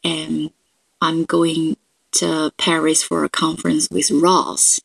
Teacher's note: So maybe I was having a conversation with somebody and they assume I'm going to the conference with someone else. But actually, when I said a sentence, I stress Ross. So that's information for that person I was talking to.